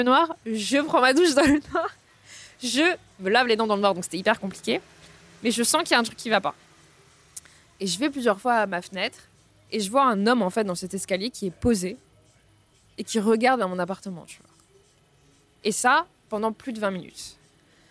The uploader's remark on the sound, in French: Merci au café Creime (Paris 9e) de m'avoir laissé un espace pour enregistrer mes interviews.